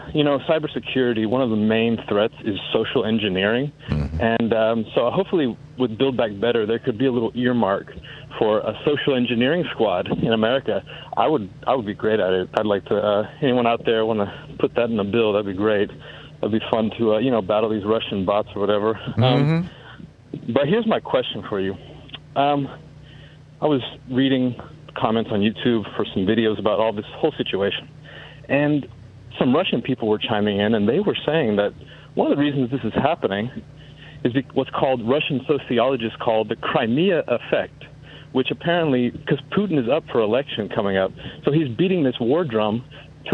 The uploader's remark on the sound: Progressive National Town Hall meeting. Listeners call.